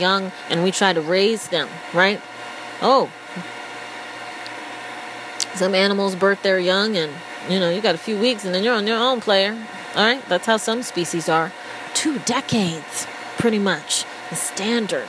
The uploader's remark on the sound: Apologies in advance: I seemed to think it was a good idea to record while under the hair dryer?